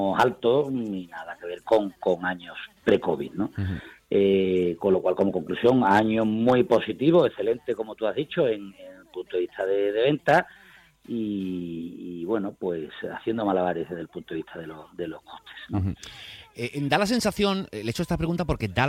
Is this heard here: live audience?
no